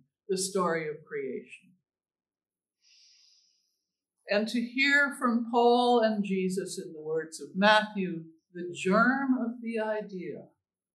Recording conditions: large echoing room